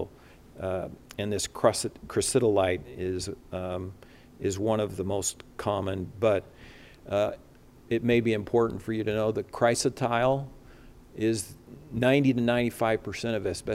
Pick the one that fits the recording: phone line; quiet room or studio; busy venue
busy venue